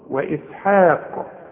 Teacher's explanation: رقق الحاء بالمد بتاعها